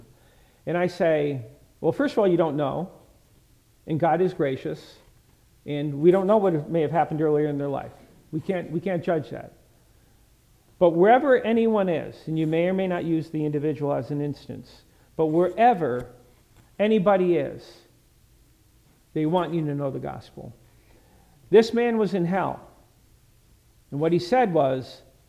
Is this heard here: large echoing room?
yes